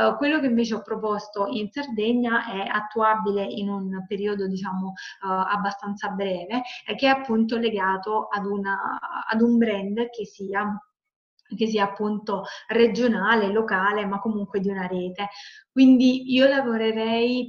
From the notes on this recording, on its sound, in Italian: Questa puntata podcast è una live zoom del gruppo di imprenditori sostenibili iscritti al mio centro di formazione per l'anno 2020.